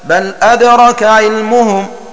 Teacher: فتكون قراءة ابن كثير وأبي عمرو بتخفيف الدال ساكنة وقطع الهمزة مفتوحة قبله وصلا وابتداء